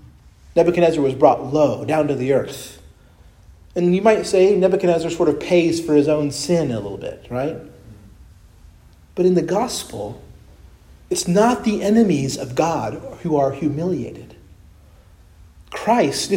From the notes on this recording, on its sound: Preached at Christ Our Savior Baptist Church.